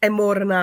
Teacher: A důraz je tady na tom posledním členu, jo, že se to čte vlastně jako jedno slovo